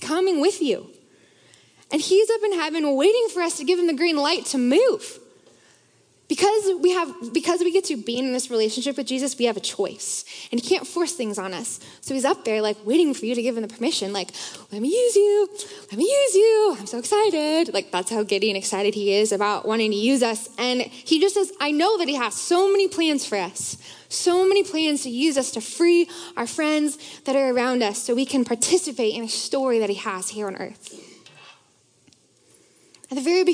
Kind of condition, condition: setting, live audience